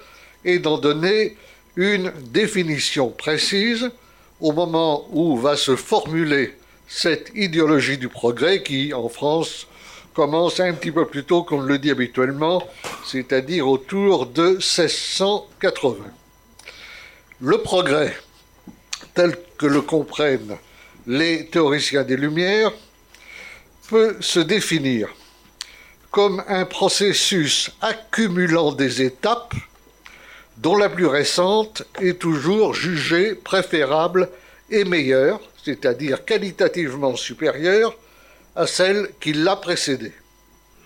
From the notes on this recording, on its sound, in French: Conférence réalisée lors du colloque "Regards croisés sur notre identité" le samedi 26 octobre 2019 à Paris.